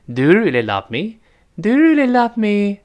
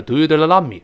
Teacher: 一般疑问句，哎，最后声音是翘起来的 · Shown in: first take · Term: 往上扬的声音